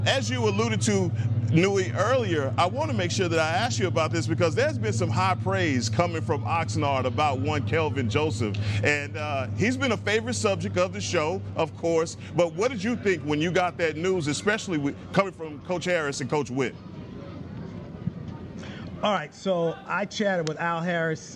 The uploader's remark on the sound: checks in live from Dallas Cowboys training camp